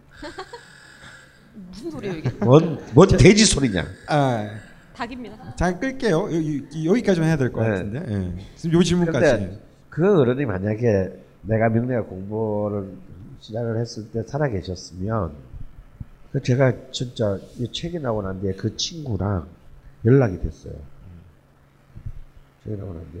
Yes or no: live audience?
yes